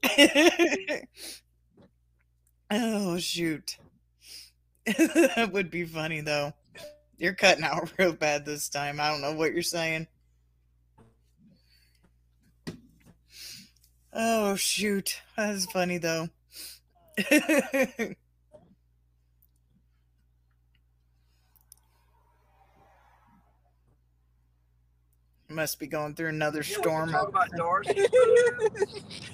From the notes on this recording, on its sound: Was in a car on the highway (not driving) during a storm coming home from a con. Audio is kinda bad I tried to catch all times he wasn't talking.